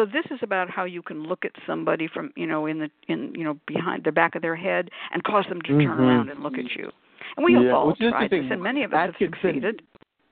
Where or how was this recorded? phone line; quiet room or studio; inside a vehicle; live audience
phone line